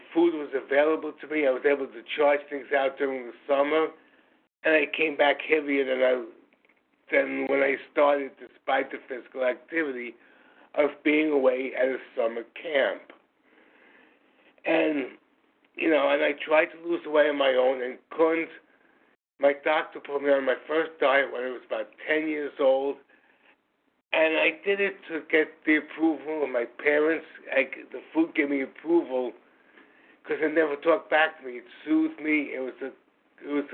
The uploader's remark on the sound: From the 100 Pounders Phone Meeting, 2/14/24. Qualification from the 100 Pounders Phone Meeting.